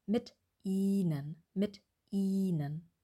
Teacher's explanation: eine Wortverbindung, wo wir einen langen Vokal haben und einen kurzen, also ein langes I und ein kurzes I